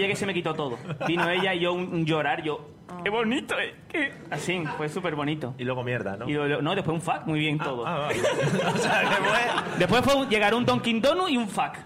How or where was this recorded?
live audience